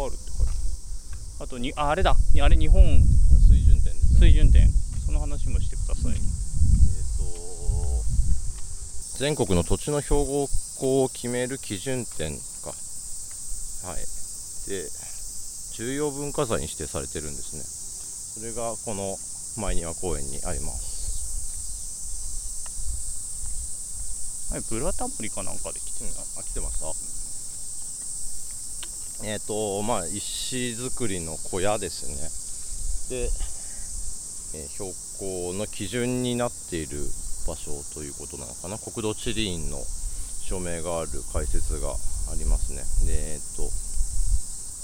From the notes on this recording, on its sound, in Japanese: 夏休みお出かけ企画の第２弾は憲政記念館を出発して国会周辺を散策。音声に風の音が入っていて御聴き苦しいかもしれませんがご了承ください。